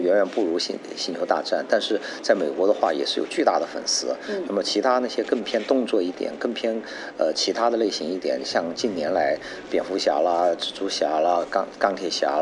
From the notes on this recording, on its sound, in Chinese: 我们在佛罗里达奥兰多的星战全球粉丝大会的现场